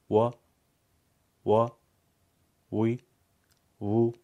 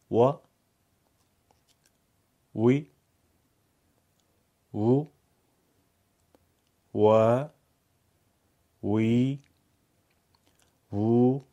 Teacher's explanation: و و وی و تقریبا شبیه دبلیوی انگلیسی. و لبها به صورت غنچه از میان دو لب حرف واو تلفظ میشه